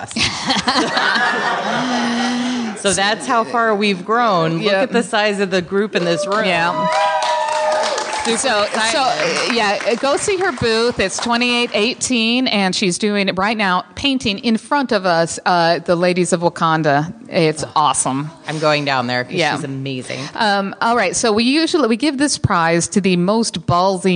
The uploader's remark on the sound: LIVE from Comicpalooza with Cards Against Humanity. We also had some very special guests and listeners leave some awesome messages, and you will hear those throughout the live game play. We have included those soundbites and voicemail messages throughout the show.